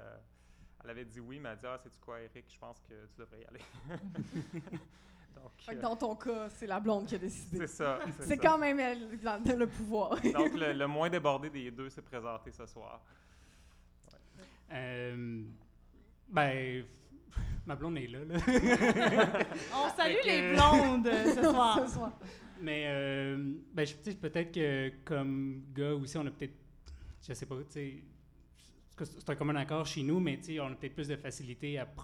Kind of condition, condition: setting, live audience